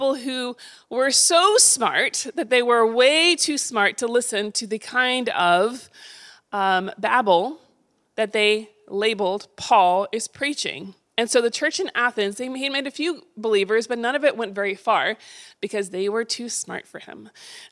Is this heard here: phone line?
no